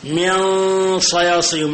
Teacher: لاحظوا كيف الغنة مفخمة، لأن الصاد حرف إيش؟ حرف استعلاء، حروف الاستعلاء الغنة بتكون مفخمة أكثر، فلا بد من معرفة ذلك.